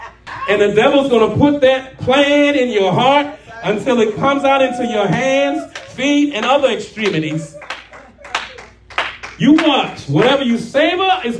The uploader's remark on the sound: shared this prophetic message live at RACC